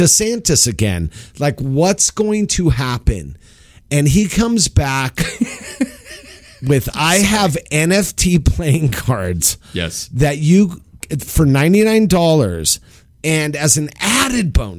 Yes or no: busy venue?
no